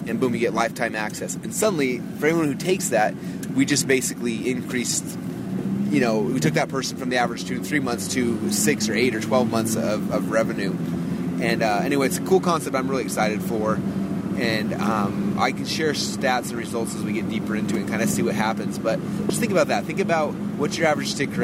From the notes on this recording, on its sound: I’m in the Ferrari driving home at 2:00 in the morning. It is freezing cold!